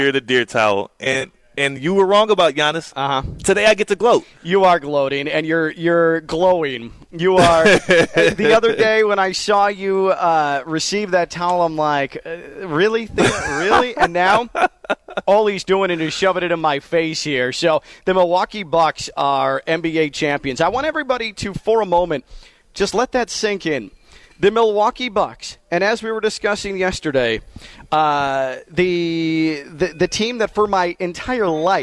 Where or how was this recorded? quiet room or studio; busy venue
busy venue